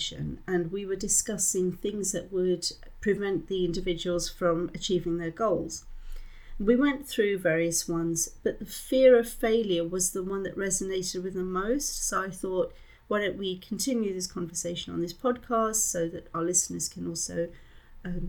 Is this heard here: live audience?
no